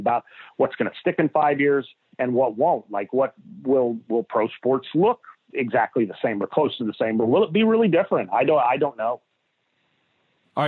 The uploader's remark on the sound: on the Modern Woodmen phone line